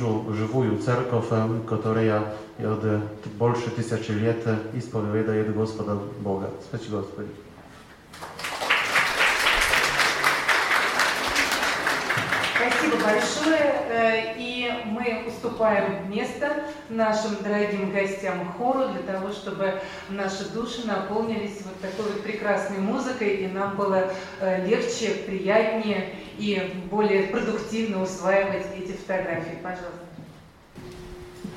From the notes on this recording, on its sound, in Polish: nagrania z kolejnego wernisażu w Rosji, który odbył się w Muzeum Historii Religii w Sankt-Petersburgu